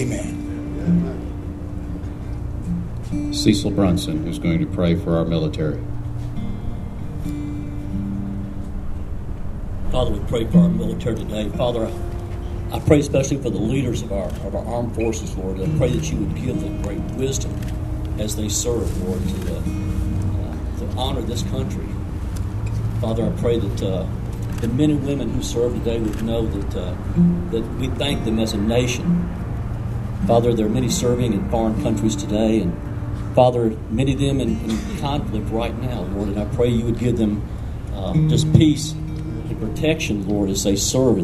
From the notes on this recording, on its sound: Highlights from Town of Collierville on #NDOP. Comes from the town of Collierville, TN. Traveled to record area pastors, political leaders, military, first responders, and citizens gathered for prayer.